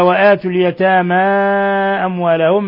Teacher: مد منفصل يمد من أربع إلى خمس حركات